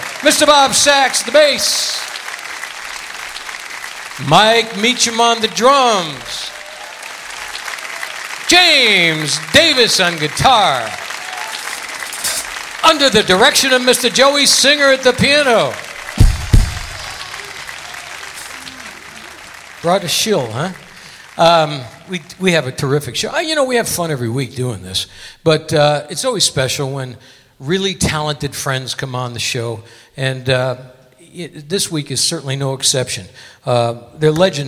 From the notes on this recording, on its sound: Live at the South Point Casino